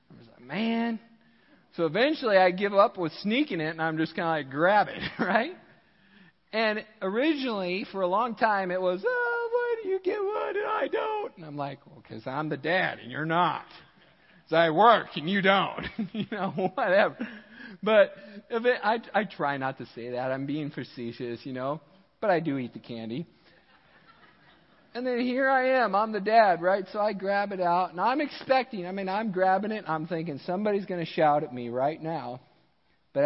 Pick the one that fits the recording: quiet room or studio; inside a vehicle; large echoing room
large echoing room